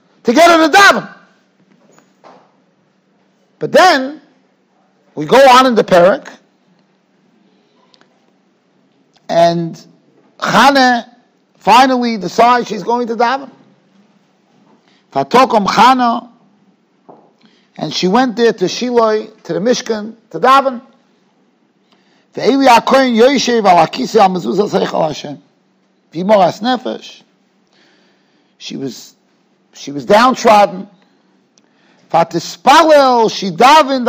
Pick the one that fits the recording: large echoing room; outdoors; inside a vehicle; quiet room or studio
large echoing room